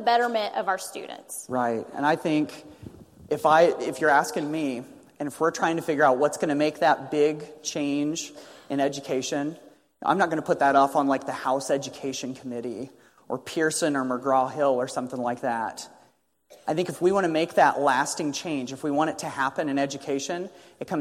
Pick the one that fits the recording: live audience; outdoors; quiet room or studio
live audience